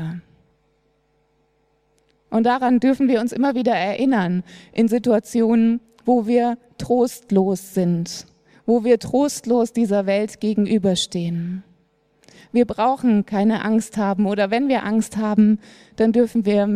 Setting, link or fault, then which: setting, large echoing room